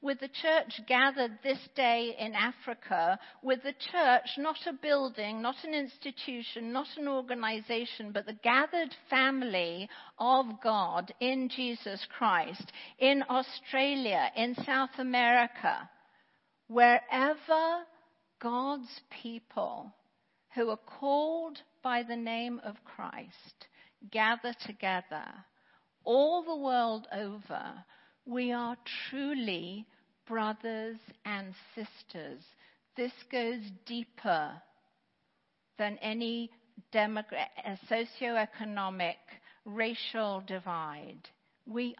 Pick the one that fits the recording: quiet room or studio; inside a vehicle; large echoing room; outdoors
large echoing room